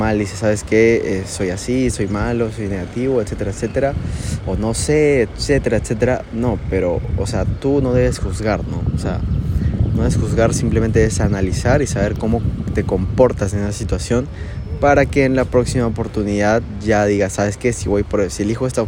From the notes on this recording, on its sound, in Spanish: grabado frente a la playa de Miraflores, con ruidos de ambiente de fondo